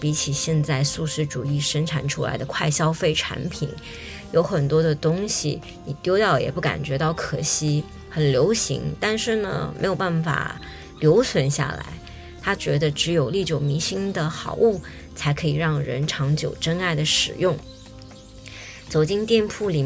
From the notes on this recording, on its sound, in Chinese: SoundWalk 第五站 涩谷后花园-奥涩谷。今儿荡马路的区域是，距离涩谷步行大概10分钟，可以到达的”奥涩谷”（OKUSHIBU）一带。具体就是指从涩谷东急本店沿文化通往井之头通方向走，包括神山町・宇田川町・富之谷一带。